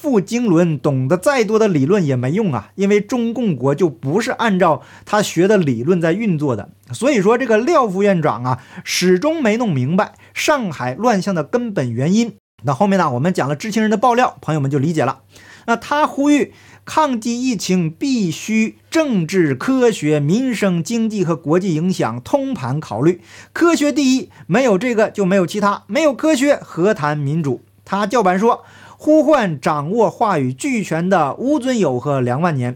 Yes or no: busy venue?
no